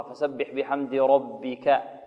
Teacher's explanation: الباء الأولى في الباء المشددة ربما يسبق اللسان إلى تفخيمها لمجاورتها ماذا؟ الراء